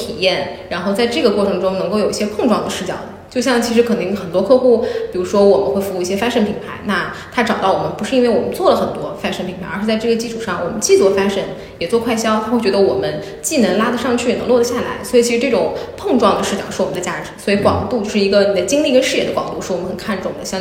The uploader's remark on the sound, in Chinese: 这期节目在杭州好朋友的茶空间，茶晓涧现场录制，茶晓涧第一家店在杭州黄龙万科林立环抱中，室外绿树成荫，非常舒服适合待着喝茶看书聊天的地方。